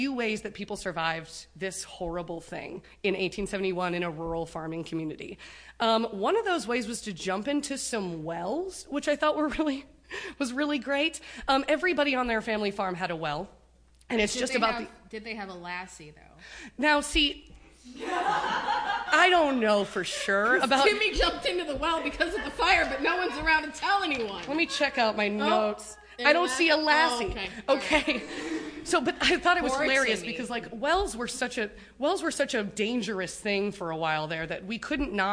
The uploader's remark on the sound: Live from the Women In Podcasting Festival. THAT'S RIGHT IT'S A LIVE EPISODE! We hope you will forgive the external noises, it was a small space with a very enthusiastic crowd.